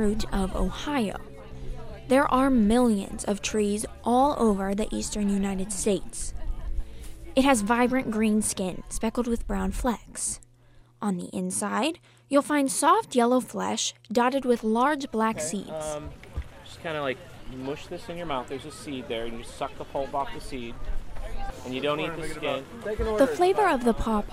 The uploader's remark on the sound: We're taking you inside the Pawpaw Festival, Black Alumni Reunion at Ohio University and a sit down interview.